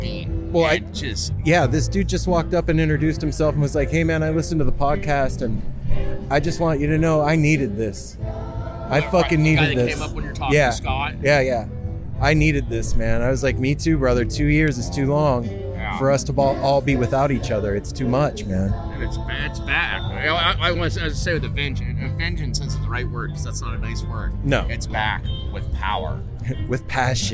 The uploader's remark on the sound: Skull & Roses Festival 2022. An auditory journey of what it was like to be at this iconic festival. Then we head a backstage for a quick interview with one of the organizers.